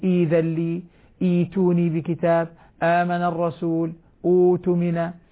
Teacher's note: هذا المد مد بدل، وهو مد مقدار حركتين لا ثالثة لهما، حركتان عند حفص وسائر القراء، ما عدا ورش له ثلاثة البدل كما هو معلوم في روايته المباركة.